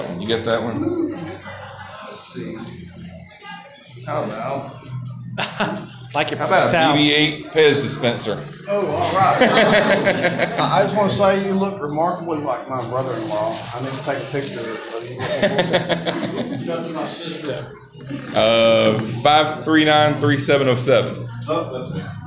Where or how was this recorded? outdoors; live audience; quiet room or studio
live audience